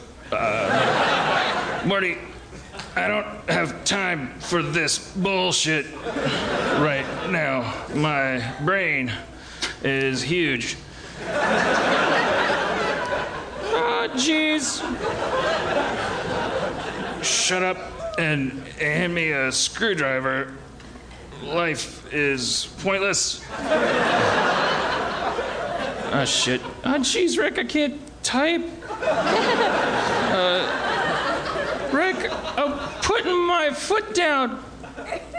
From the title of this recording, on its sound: Night 1 At The 2016 New York City Comedy Festival!